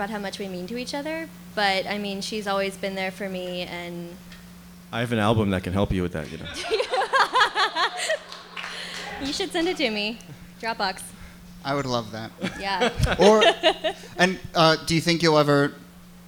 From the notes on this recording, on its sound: Ask Roulette is a conversation series in which strangers ask each other questions on stage. This excerpt is from our October event at Housing Works Bookstore in New York City. Some audience members.